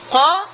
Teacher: Qa itu juga akhir lidah kita itu bergetar. · Term: qalqalah